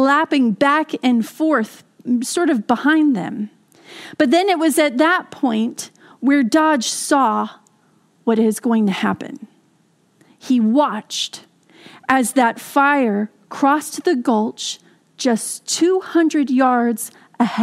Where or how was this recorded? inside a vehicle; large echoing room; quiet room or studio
large echoing room